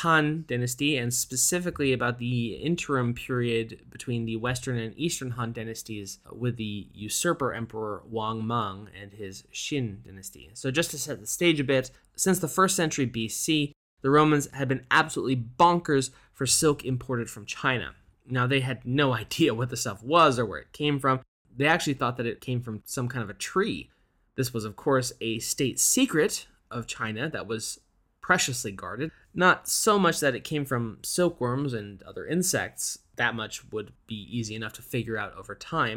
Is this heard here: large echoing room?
no